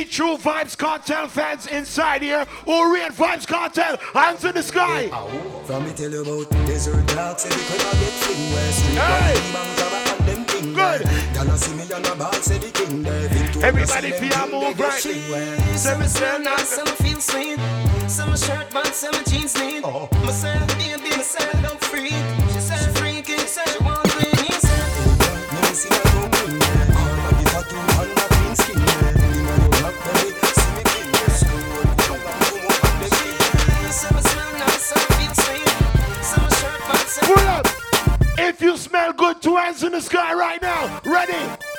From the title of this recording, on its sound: LIVE IN Los Angeles 4/20 (CLUB UPPERCLASS)